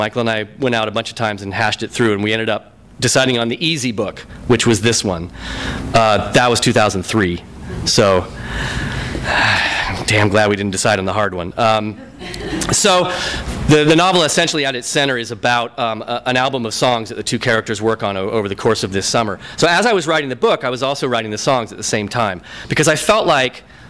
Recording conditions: live audience